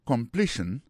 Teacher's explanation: Pour completion dans lui-même, accent tombé sur deuxième syllabe là.